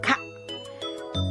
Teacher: ベロの奥に力を入れて軟口蓋が持ち上がることで発音できるカ